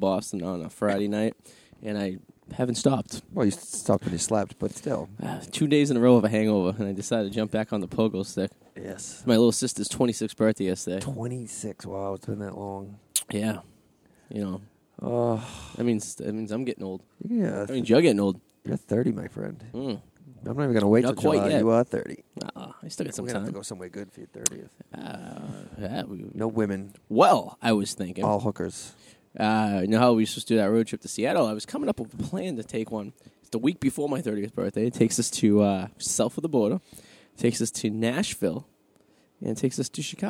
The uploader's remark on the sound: live At the Comfort Inn in Revere